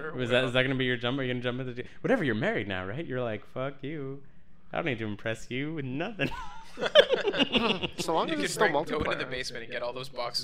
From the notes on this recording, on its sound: that annoying echo is almost omnipresent in this recording